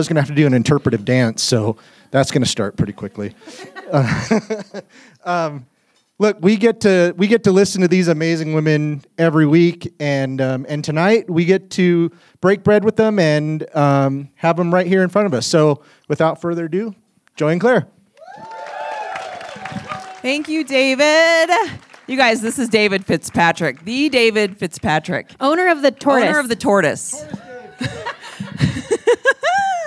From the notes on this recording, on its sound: This episode was a blast to record in front of a live audience at The Alamo Drafthouse in Denver.